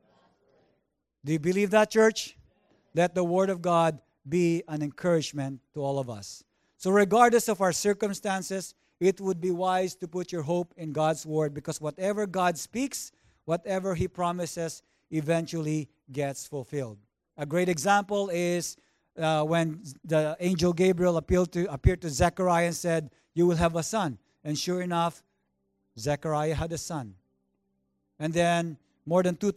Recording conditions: large echoing room